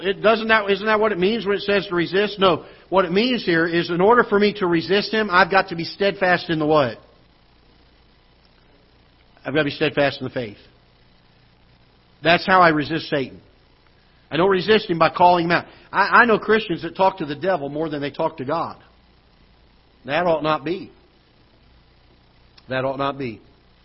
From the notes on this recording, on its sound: Ketha Heights Baptist Church ~ Live Broadcast.